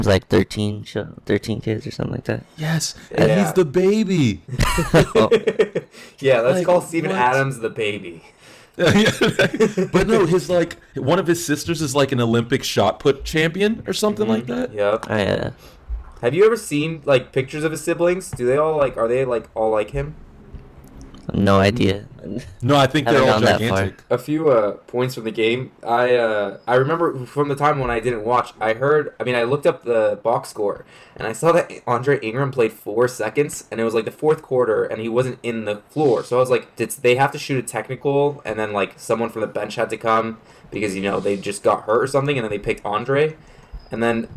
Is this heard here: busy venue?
no